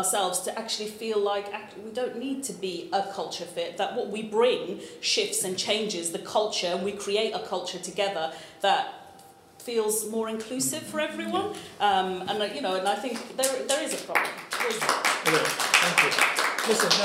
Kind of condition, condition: setting, live audience